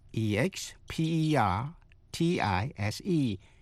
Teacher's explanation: expertise, là nhấn vần 3